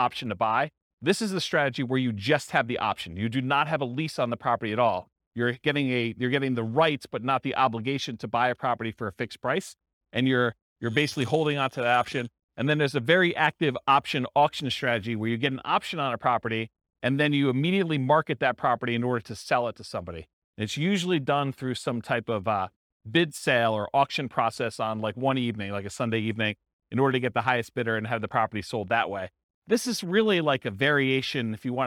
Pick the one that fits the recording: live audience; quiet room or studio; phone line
live audience